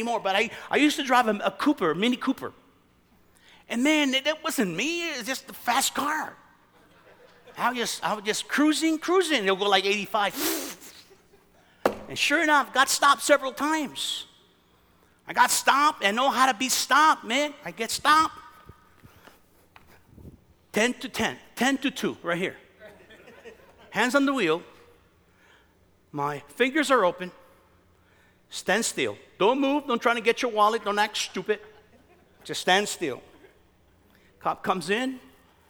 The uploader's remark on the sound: From the 2017 Southwest Men's Conference, Exposed.